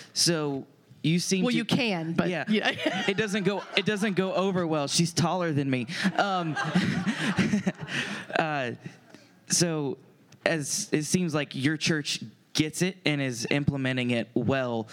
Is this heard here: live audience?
yes